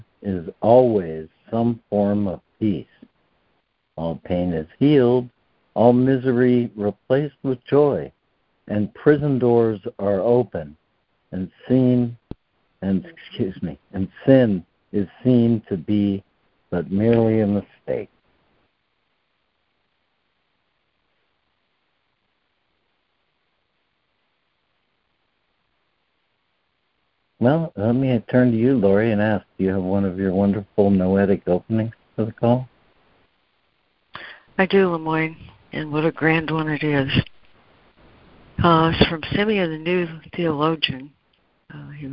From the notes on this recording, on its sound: ACIM Daily Conference Call